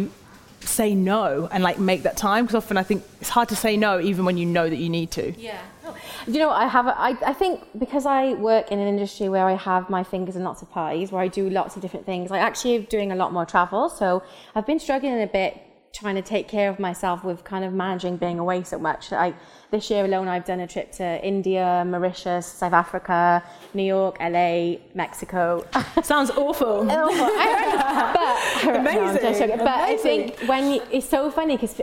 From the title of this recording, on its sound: Live at Treatwell